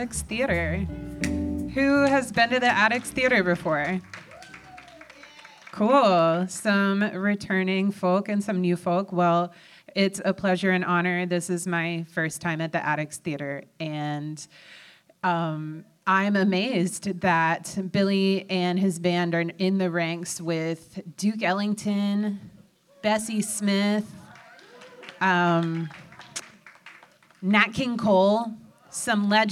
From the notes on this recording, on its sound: A live panel. This was recorded live at the Attucks Theatre as part of our Community Listening Party.